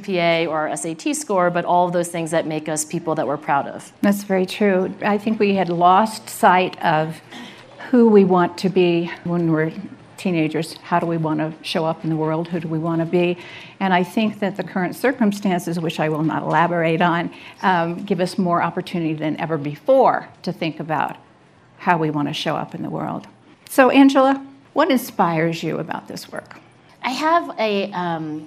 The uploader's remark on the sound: This conversation is from the 2018 Aspen Ideas Festival